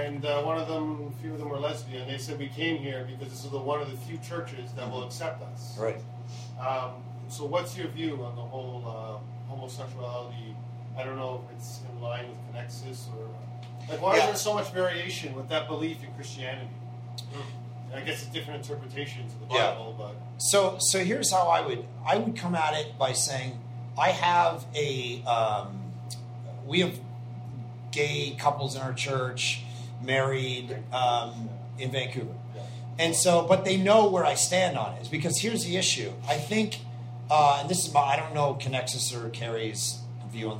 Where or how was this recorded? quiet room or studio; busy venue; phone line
busy venue